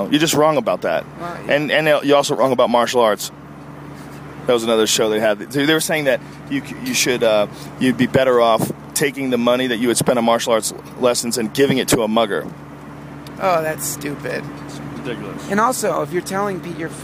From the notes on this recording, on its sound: A special edition of the podcast recorded live from an airplane.